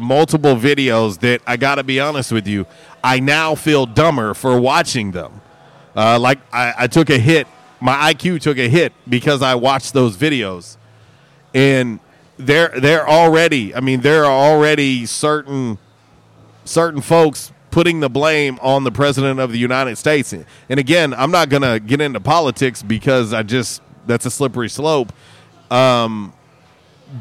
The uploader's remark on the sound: LIVE from JTown's Grill!